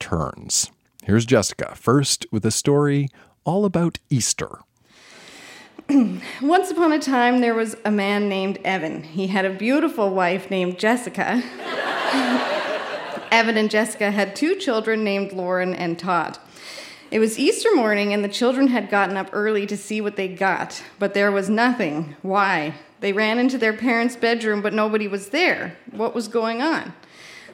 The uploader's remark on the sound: Recorded live at The Guild in Charlottetown, PE.